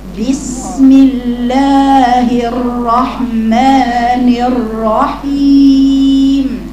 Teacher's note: عندك اثنين حرف راء الاثنين مفخمتين